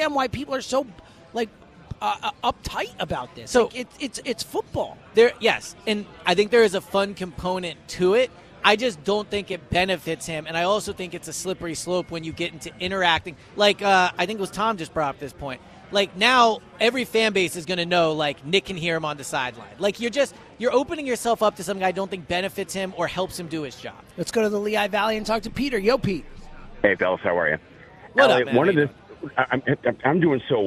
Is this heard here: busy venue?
yes